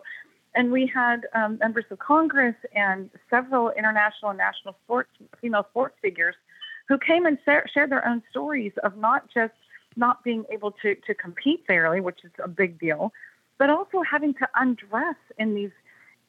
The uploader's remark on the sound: we take your calls in open phones across America